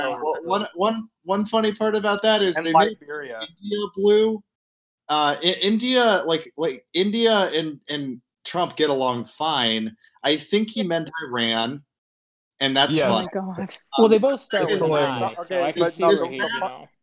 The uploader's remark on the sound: A very, very poor quality bonus "episode" recorded drunkenly on election night with a panel of people talking over each other